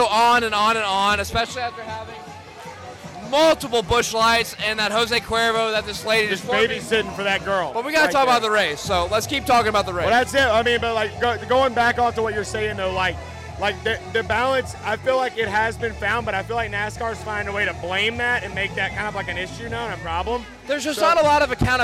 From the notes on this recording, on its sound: LIVE At Faster Horses Music Festival. LIVE on the Garage Guys NASCAR Podcast at Faster Horses Music Festival in Brooklyn Michigan.